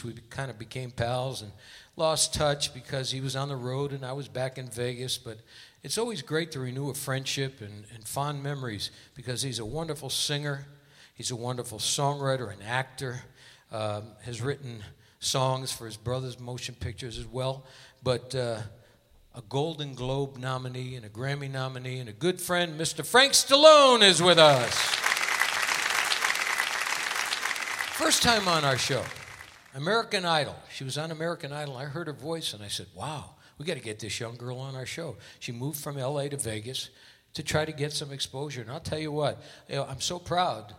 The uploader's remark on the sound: Live at the Southpoint Casino